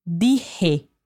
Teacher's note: A gente escreve com J, mas o som vem da garganta